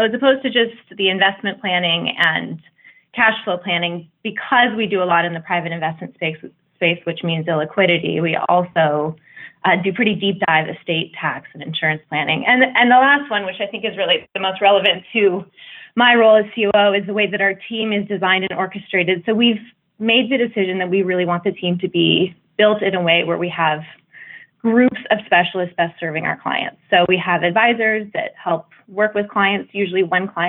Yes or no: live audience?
no